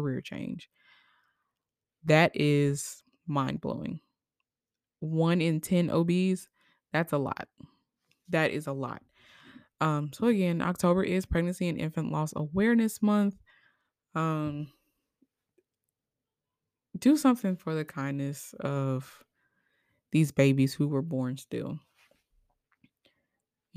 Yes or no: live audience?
no